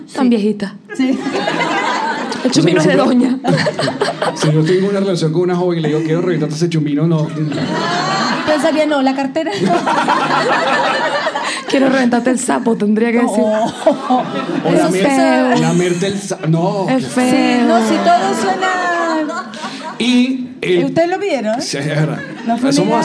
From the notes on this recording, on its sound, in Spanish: un programa grabado en Santiago de Chile, acompañados de nuestros #PatreoncitosPlus